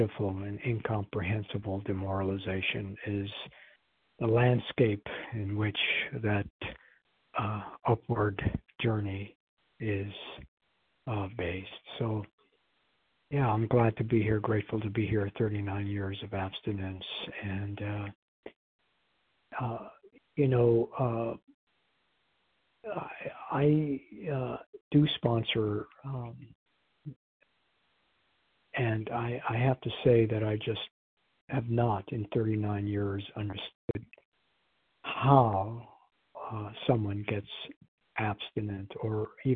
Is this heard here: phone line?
yes